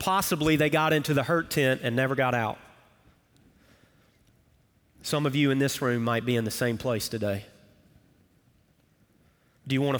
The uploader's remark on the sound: Recorded Live at Brookwood Church